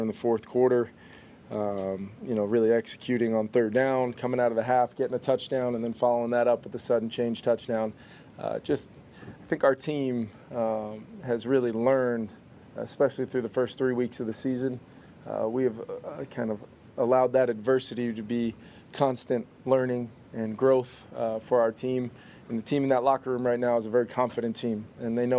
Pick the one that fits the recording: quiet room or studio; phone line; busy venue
busy venue